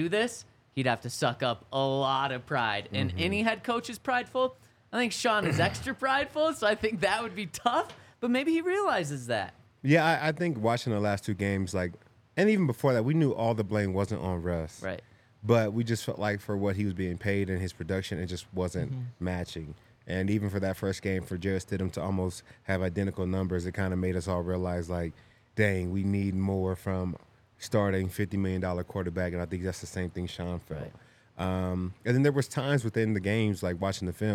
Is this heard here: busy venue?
yes